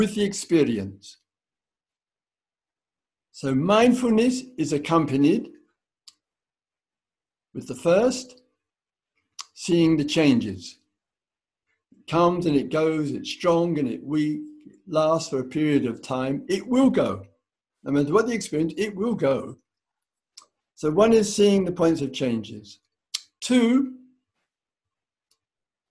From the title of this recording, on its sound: Insight Zoom Retreat